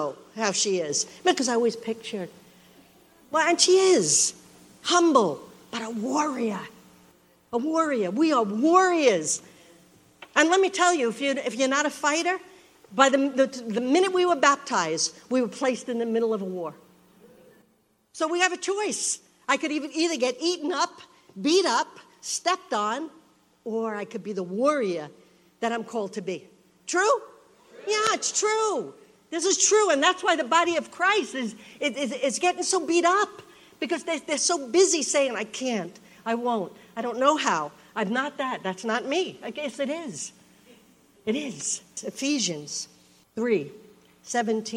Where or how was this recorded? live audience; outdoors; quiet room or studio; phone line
live audience